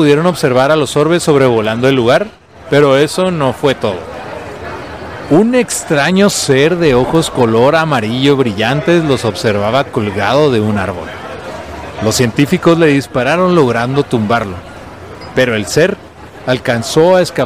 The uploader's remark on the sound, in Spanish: en vivo desde Cervecería Averno